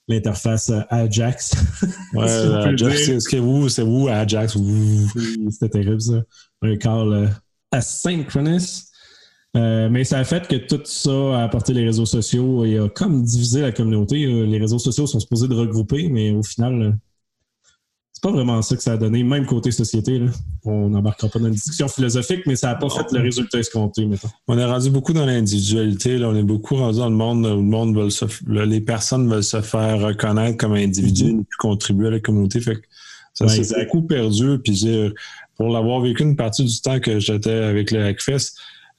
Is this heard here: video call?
yes